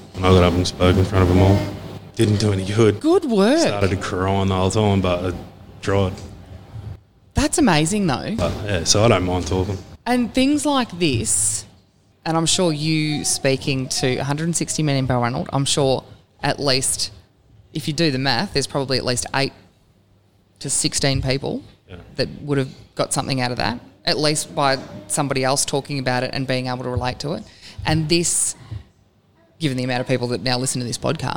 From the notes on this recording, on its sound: To sit in the cafe and bare their souls in front of a microphone